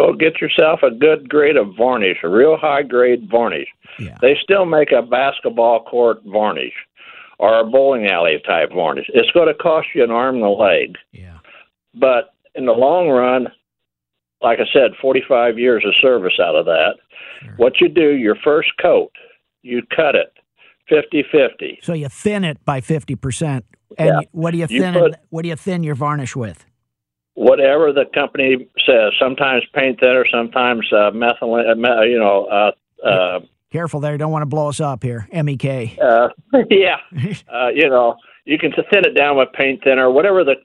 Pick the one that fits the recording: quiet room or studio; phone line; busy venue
phone line